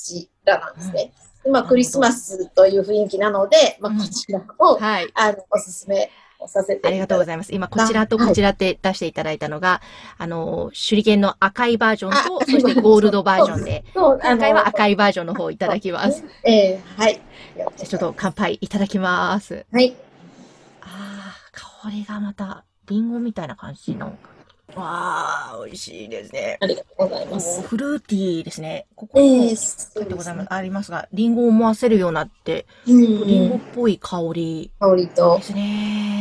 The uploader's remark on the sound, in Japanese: Zoom収録